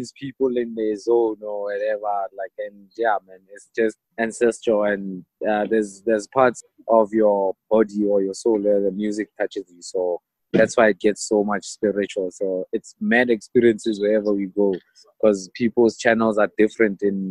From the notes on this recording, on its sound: via Zoom